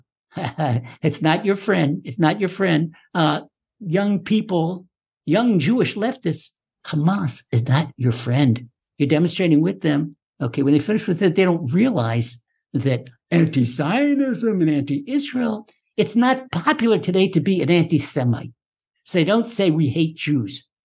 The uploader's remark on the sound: Recorded via TORCHzoom.